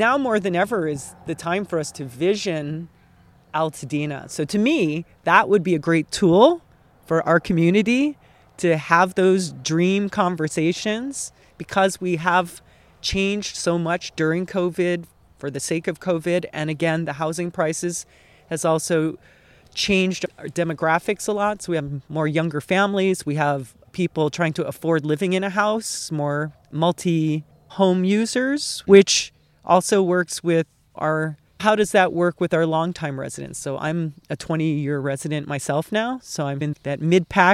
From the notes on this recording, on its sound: This special episode was recorded at Loma Alta Park in Altadena.